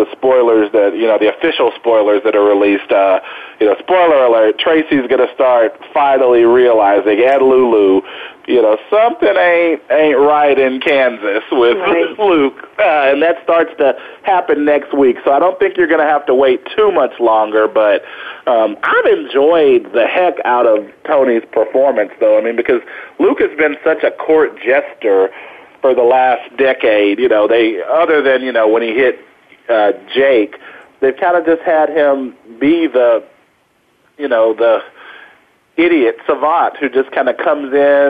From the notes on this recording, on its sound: Vamps it up during an appearance on Soap Central Live. Then, we'll open the phone lines for fans to call in and discuss all the latest soap opera happenings. On the Voice America Talk Radio Network.